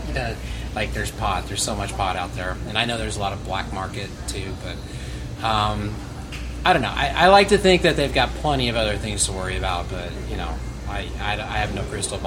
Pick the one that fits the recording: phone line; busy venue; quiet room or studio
busy venue